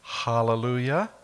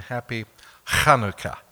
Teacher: One's the soft H, as in hallelujah, and the other's the rough H, as in happy Chanukah. So it's chesed.